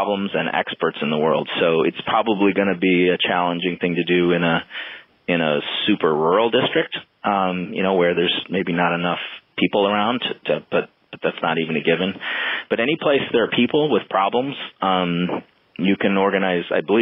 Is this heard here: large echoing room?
no